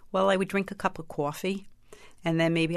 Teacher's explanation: I had very nasal vowels. My R's were not very strong.